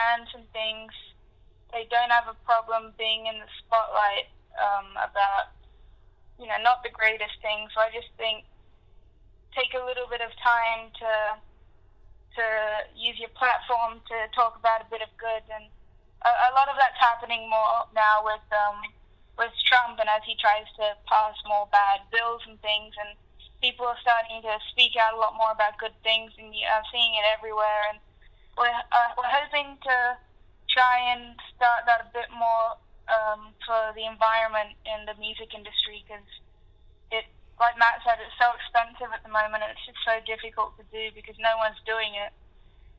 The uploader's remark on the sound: Recorded over the phone